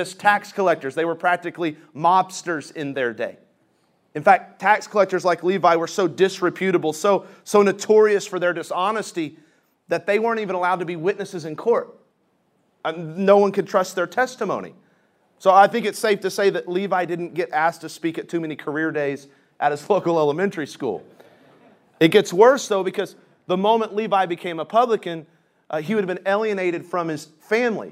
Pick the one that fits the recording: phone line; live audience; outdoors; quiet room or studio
live audience